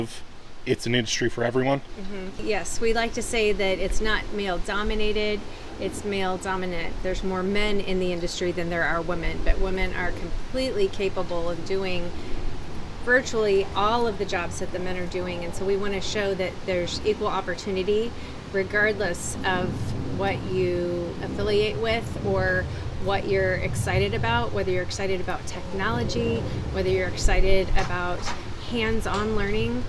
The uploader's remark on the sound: Live from Tee Off for the Trades Golf Tournament. We are live at the Angel Park Golf Course in Las Vegas.